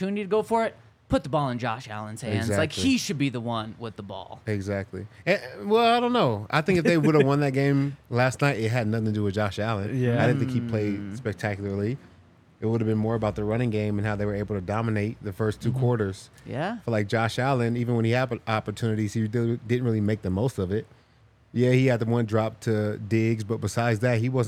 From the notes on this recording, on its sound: coming to you LIVE from the DNVR Bar